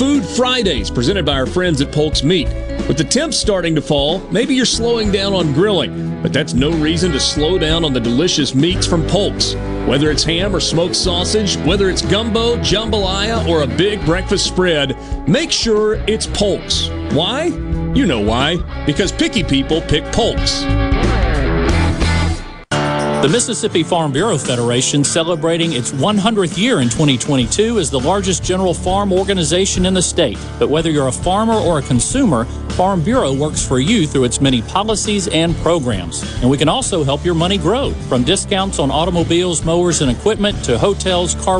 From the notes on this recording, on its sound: MidDays is LIVE from the Trademart at the Mississippi State Fairgrounds for the Annual Dixie National Rodeo and the Sale of Champions